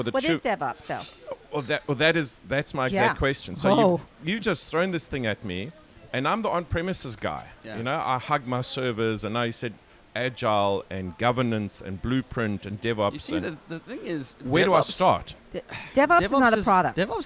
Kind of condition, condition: setting, busy venue